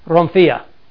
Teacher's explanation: Has the kind of the trill of the R and the rough breathing